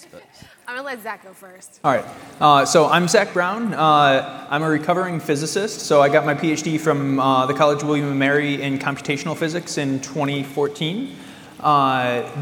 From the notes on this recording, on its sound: A two day exclusive event consisting of in-depth workshops, and incredible presentations given by a diverse line-up of expert speakers + thought leaders in Data. Live during the conference to get the exclusive insight on rvatech/Summit 2020.